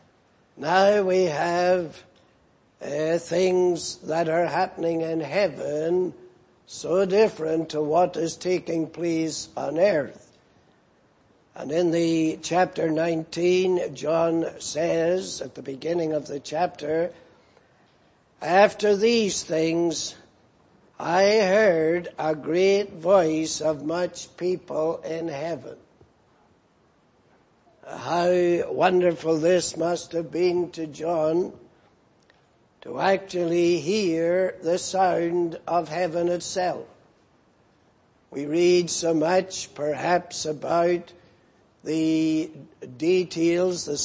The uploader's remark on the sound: Preached in Grafton. At the Lord's Day Morning service on 28th April, 2019.